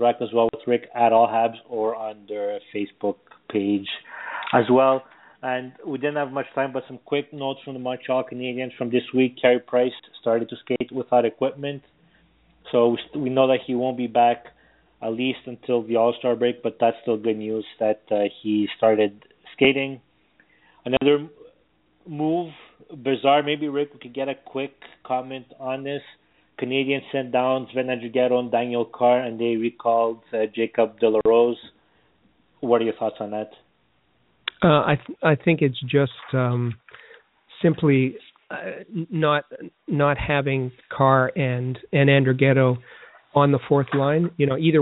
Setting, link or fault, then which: link, phone line